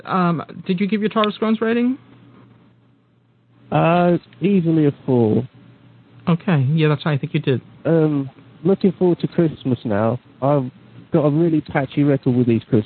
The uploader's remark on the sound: With live listener feedback. Recorded live on the net via TalkShoe on Sunday, 1st of July 2007. Note: This is a "Rough, Ready, and Raw" version -- this podcast episode is going out as it was recorded, with no post production work...